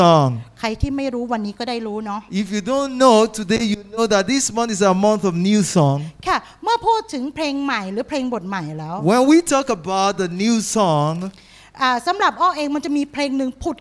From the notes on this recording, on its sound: This Sunday sermon was Preached Live